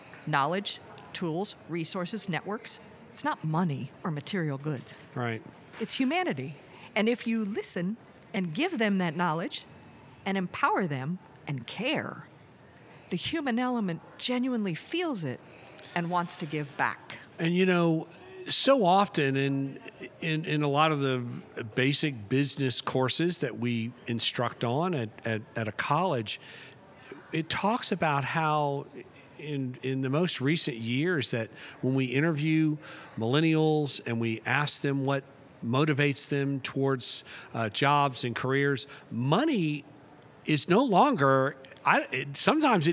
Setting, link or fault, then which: setting, busy venue